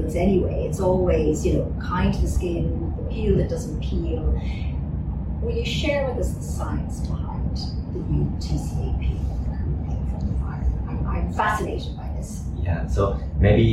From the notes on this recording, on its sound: This episode was recorded in the IIAA headquarters and the sound quality may be a little compromised.